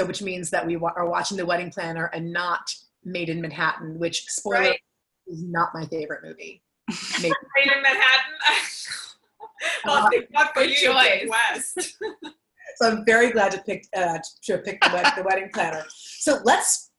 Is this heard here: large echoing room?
no